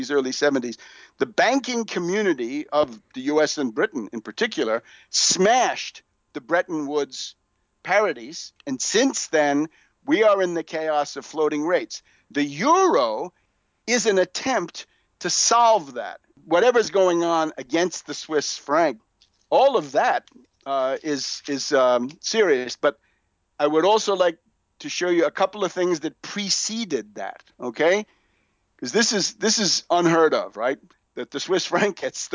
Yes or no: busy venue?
no